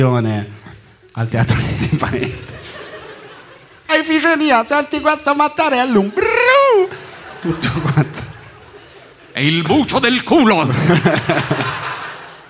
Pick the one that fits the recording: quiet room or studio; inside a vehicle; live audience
live audience